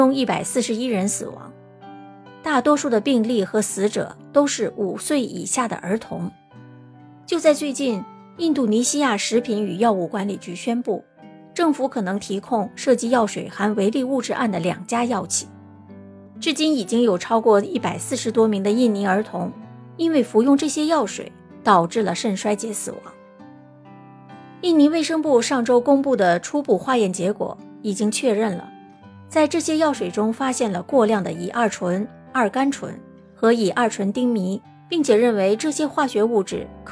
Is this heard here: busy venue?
no